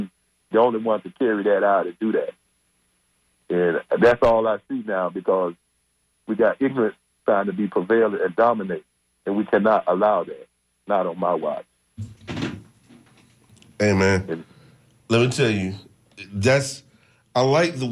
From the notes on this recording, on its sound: unique magazine format call-in show